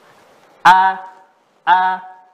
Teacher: Hamzah itu harus dia berada di pangkal tenggorokan ya.